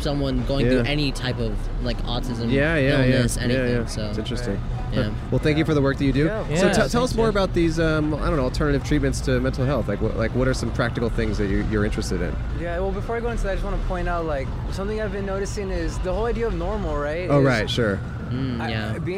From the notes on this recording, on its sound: Recorded on Hill Street in Downtown Los Angeles.